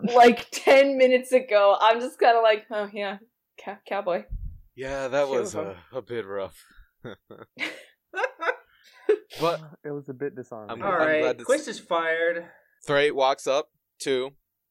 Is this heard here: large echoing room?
no